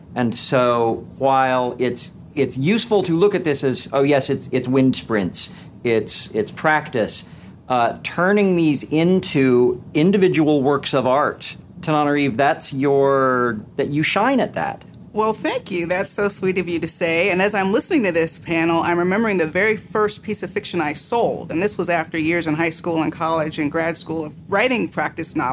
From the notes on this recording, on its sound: This episode was recorded aboard Oasis of the Seas